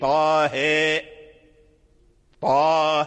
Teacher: ورش أمال الهاء من طه إمالة محضة أي كبرى، وليس له في القرآن إمالة كبرى إلا هذه، إلا الهاء من طه.